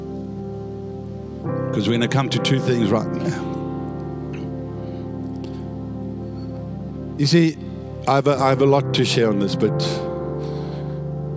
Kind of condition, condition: setting, large echoing room